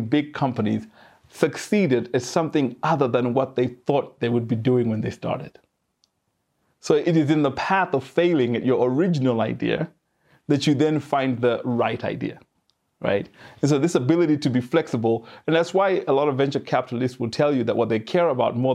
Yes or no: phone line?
no